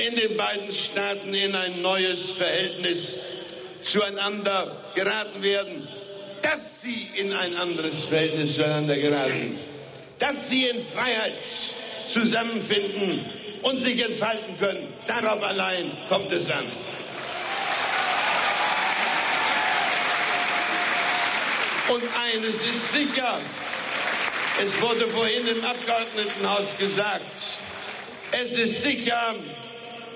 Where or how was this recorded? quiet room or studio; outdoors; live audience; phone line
live audience